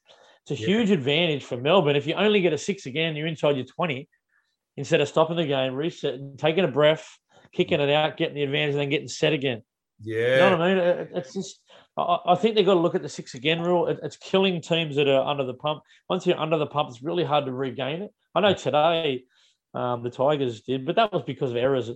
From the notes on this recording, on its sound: This week in lockdown we recorded the show via Zoom.